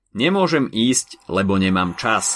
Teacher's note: Prvá časť vety má rovnú melódiu a až ku koncu klesá. · Term: polokadenciu